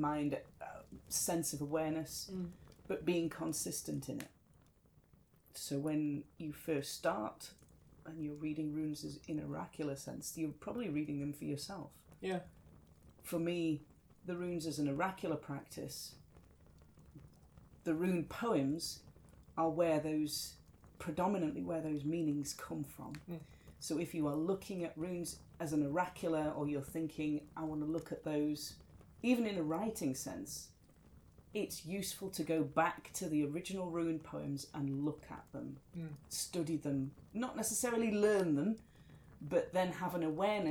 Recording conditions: sounds in the background